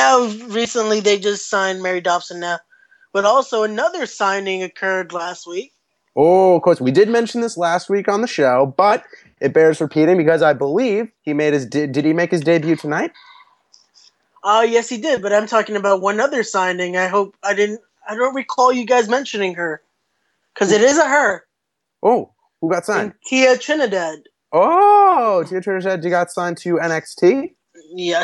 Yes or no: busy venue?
no